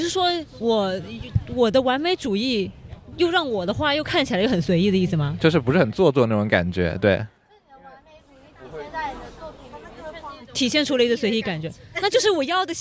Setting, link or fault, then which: setting, outdoors